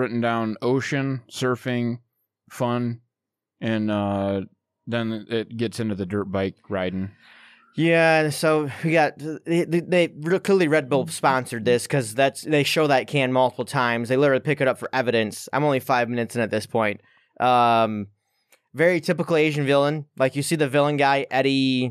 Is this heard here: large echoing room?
no